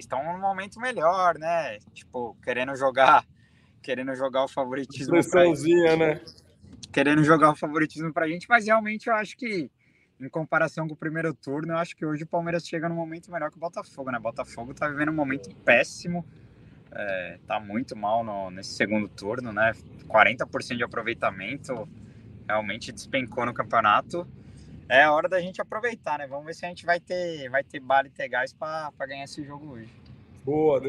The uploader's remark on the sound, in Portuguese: DIRETO DO ENGENHÃO! Entra ao vivo direto do Engenhão. Hoje no Rio de Janeiro.